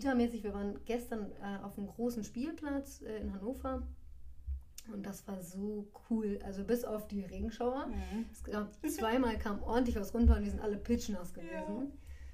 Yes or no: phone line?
no